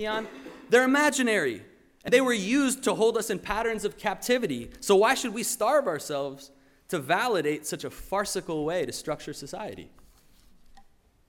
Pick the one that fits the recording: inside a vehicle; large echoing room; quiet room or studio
large echoing room